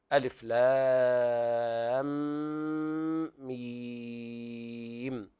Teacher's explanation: ثم يأتي بعدها ميم، وهنا الميم الأخيرة ساكنة وقبلها ياء مادية ساكنة، فاجتمع ساكنان أيضا نتخلص من التقاء الساكنين بإطالة الصوت ست حركات. ثم نأتي الميم في لام مع الميم الأولى من ميم، ويأتي الإدغام المتماثلين في بغنة ألف لام ميم. · Term: مد لازم حرف مخفف